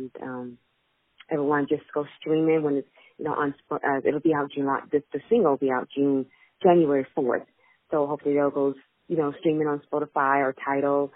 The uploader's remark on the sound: On the phone